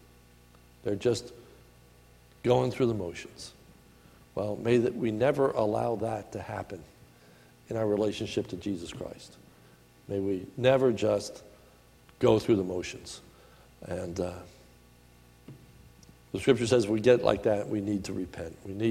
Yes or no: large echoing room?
yes